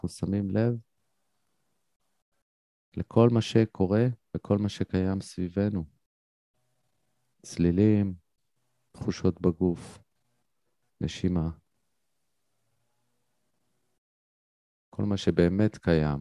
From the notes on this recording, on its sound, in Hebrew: הוקלטה בישראל במסגרת שידור חי בzoom